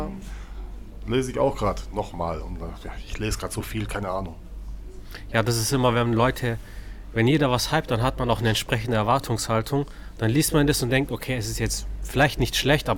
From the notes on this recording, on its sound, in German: Mangapodcast im Buchhaus Wittwer-Thalia Stuttgart. In der Mangaecke der Buchhandlung Wittwer-Thalia in Stuttgart haben wir diesmal einen #Mangapodcast aufgenommen.